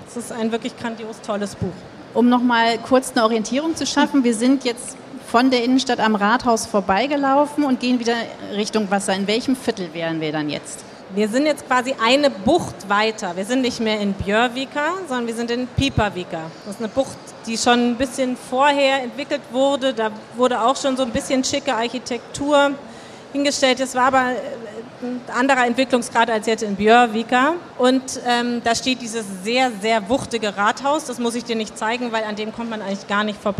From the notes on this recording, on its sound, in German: live von der Frankfurter Buchmesse